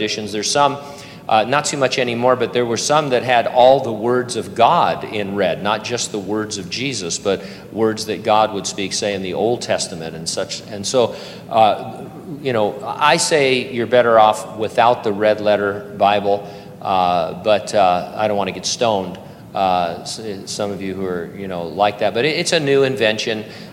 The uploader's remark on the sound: During a live Q&A session at Calvary Hanford.